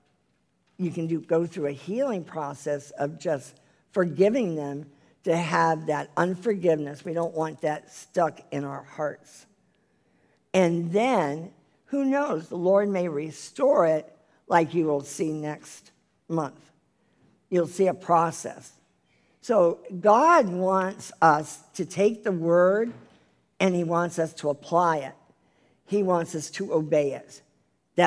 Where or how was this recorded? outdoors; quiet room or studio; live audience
live audience